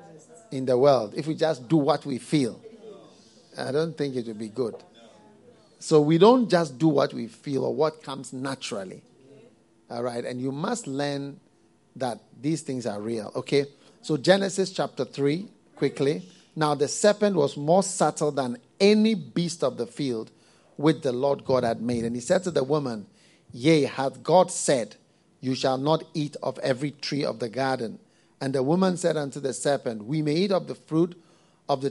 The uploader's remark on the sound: Preached at the FLOW Service, First Love Church